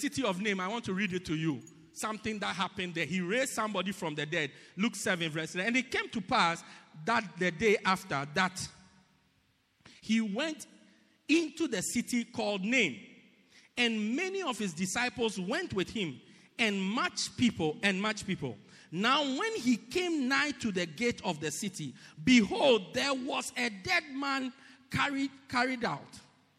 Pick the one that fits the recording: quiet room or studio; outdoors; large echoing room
large echoing room